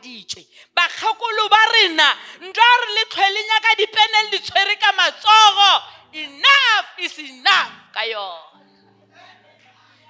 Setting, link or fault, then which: setting, large echoing room